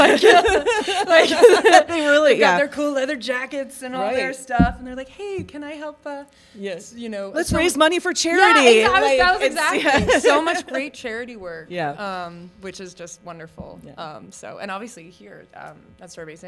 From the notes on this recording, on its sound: Recorded Live at Starbase Indy 2022.